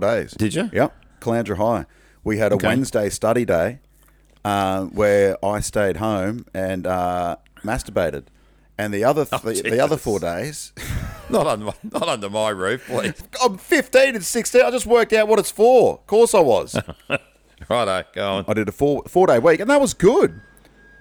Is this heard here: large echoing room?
no